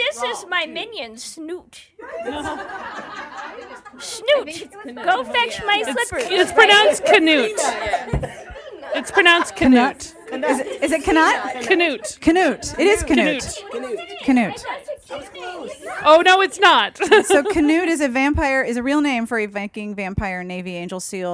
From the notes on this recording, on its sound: Live Show at RT. At the Romantic Times BookLovers Convention in Atlanta! We had wine, snacks, and a room full of somewhat tired and entirely awesome podcast fans.